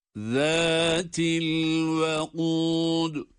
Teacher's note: Zâl harfi peltek ve ince.